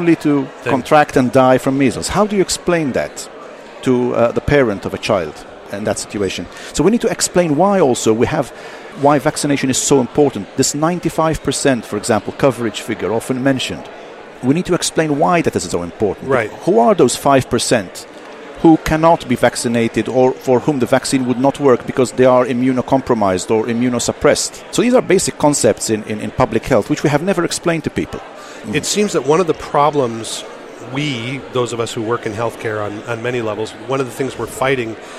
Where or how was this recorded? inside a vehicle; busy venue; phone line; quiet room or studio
busy venue